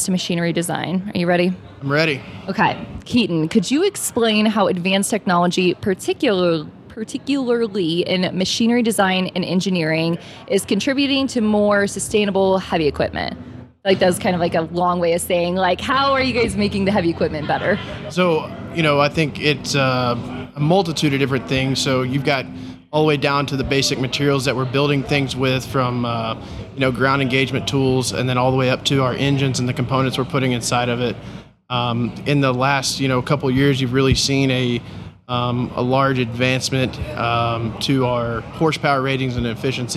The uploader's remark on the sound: During the PBIOS conference